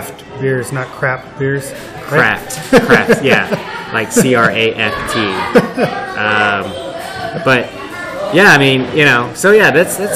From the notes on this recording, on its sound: This episode was recorded in February at Toros Coffee Shop in Houston. This episode was recorded in February at Toros Coffee Shop in Houston.